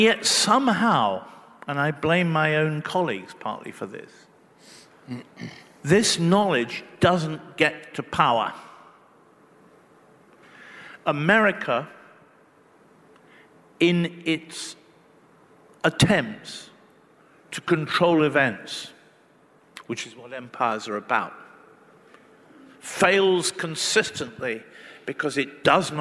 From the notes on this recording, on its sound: Recorded live at the Melbourne Writers Festival.